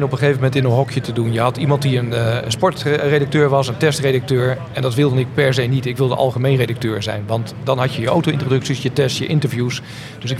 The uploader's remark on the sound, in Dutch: we zenden deze keer live uit vanaf Wheels at the Palace, voorheen bekend als het Concours d'Elegance Soestdijk